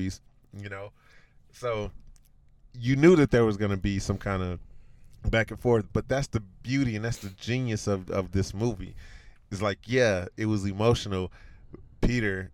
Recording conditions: inside a vehicle